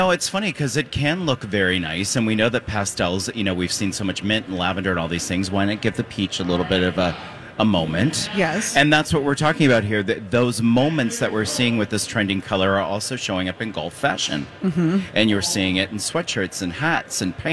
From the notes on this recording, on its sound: Live at the Golf Show! LIVE at the Minneapolis Golf Show!